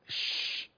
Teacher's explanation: فالتفشي كما نرى أنه يتفشى صوت الشين في الفم